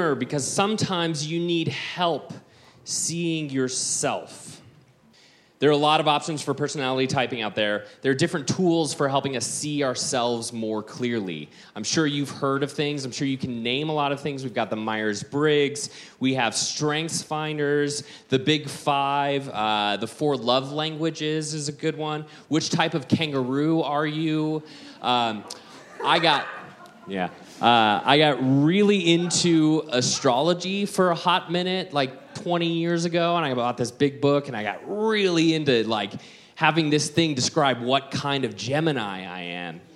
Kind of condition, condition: setting, busy venue